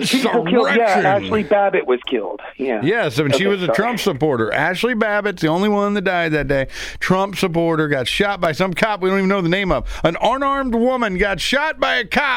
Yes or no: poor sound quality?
no